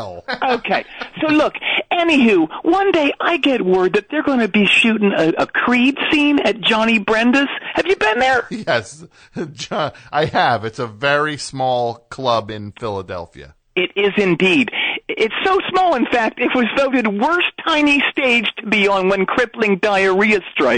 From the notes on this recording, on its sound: call in from jail